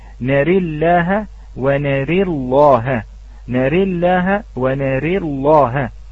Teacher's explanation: فإذا هي بين الفتحة وبين الكسرة، فإذا قلنا من الفتحة فغلظت هذه اللام، وإن قلنا من الكسرة فرققت هذه اللام · Term: الإمالة